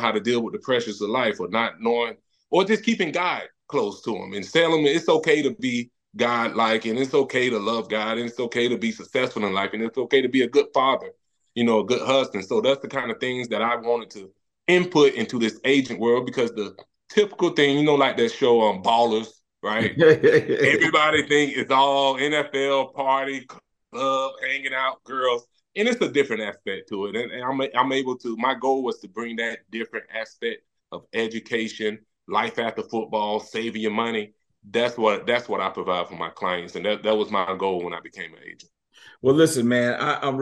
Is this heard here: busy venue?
no